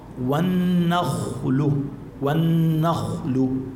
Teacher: الخاء شوفي عليها سكون، ما قبلها مفتوح، إذن هون بدنا نفخمها للخاء